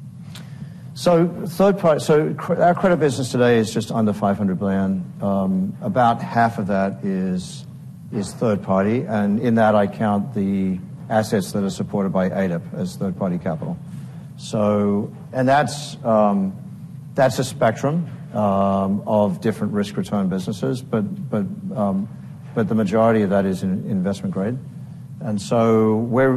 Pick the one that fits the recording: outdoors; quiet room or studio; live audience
live audience